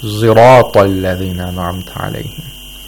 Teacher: it's something in between a sod and a zay. It's not exactly a pure zay.